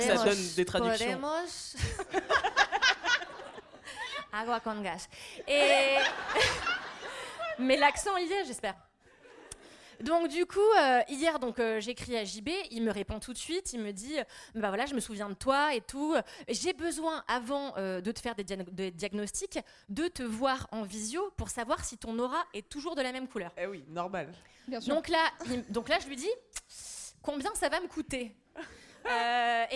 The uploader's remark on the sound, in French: LIVE Podium à l'Apollo Théâtre